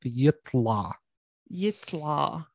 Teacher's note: So it's it's just yitla, but the ta in Arabic, it's emphatic. So the L and all the other sounds go to the back of your mouth.